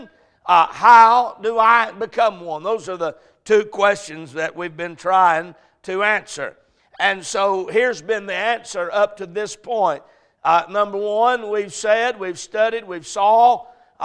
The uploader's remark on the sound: A message preached at Crossroads Baptist Church